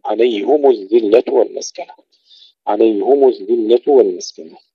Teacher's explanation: حمزة والكسائي وخلف العاشر ويعقوب يقرؤونها بضم الهاء والميم